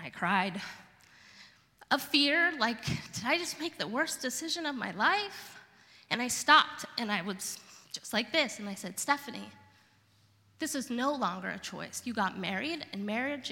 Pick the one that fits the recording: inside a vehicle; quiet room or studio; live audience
live audience